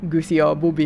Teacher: de har också betoningen på första stavelsen